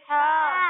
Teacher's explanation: ہا کے بارے میں نے آپ کو ابھی ہی بتایا کہ اس کی ادائیگی حلق کے درمیانے حصے سے ہوتی ہے